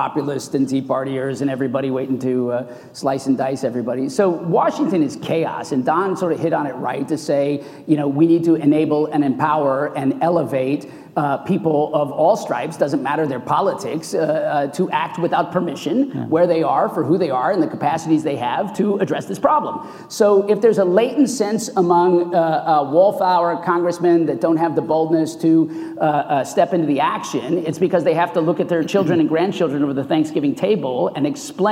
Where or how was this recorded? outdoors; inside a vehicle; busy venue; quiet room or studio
busy venue